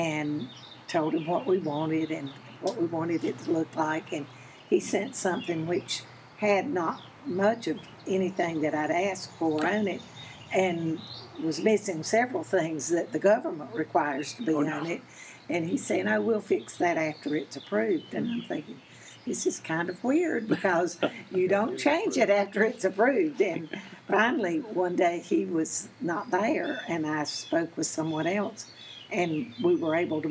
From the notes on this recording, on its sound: We recorded this episode outside because there's nothing better than relaxing under the shade trees when you visit.